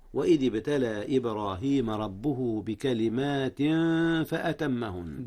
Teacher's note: أخفي التنوين قبل الفاء وهي من حروف الإخفاء